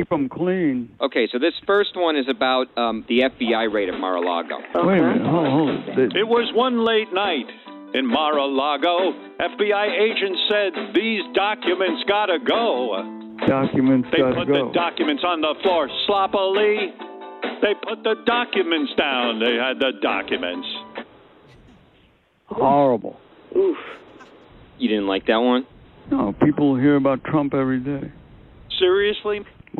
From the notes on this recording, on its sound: Phony Phone Call